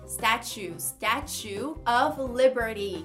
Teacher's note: Não é um som limpo do T, na verdade é um tch